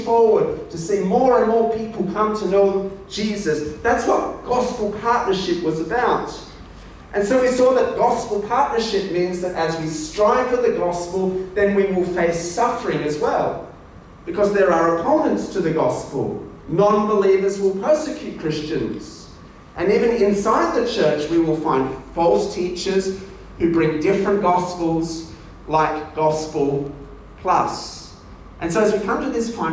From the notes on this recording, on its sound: This sermon was delivered at ADYC Youth Ablaze 3.0 conference in Kuching.